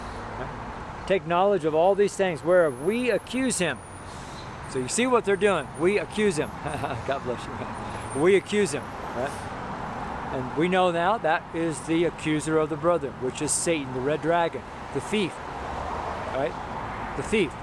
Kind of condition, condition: setting, outdoors